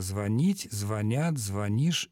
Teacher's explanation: В этом глаголе ударение на корень не падает никогда.